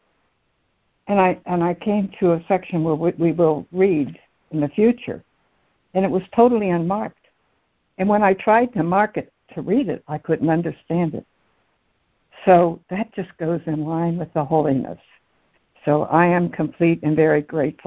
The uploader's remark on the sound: ACIM Daily Conference Call